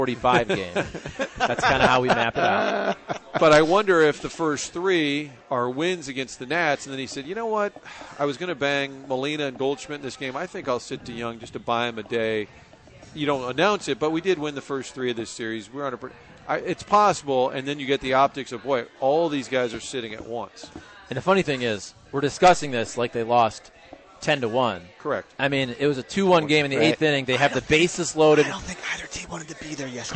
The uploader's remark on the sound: broadcasting live from Blondie's off Wash Ave